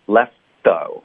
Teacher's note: let, OK? Let 结尾的 S 的音呢，我们就导这个干脆停顿，因为 T 的音我们就会省了， justlet。怎么导致停顿呢？大家看我发 F 的音，下唇会贴着上齿，对不对？Let。哎，我是怎么停呢？我是舌头伸出去，然后把嘴唇发 S 的这个位置呢把它推开了，靠里面舌头把它推开了，然后就夹住在我的上下齿之间了。看一下，再看一下 left，这个停顿就是因为舌头代替了嘴唇刚刚发 F 的这个位置，就导致停顿，然后我们就可以发 the， z 的音就不会发错，干脆停顿也有了 left though。这个是也需要练习的。嗯，这是一个急需练习的点。这个 F 后面既有一个干脆的停顿，还有马上要连接着咬舌头。